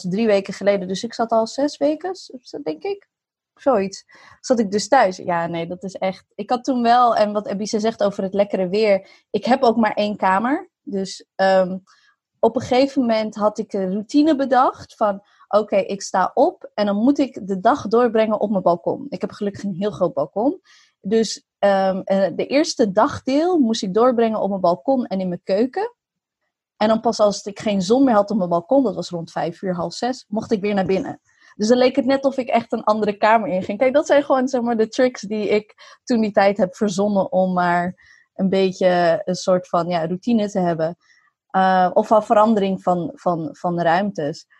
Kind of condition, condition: link, video call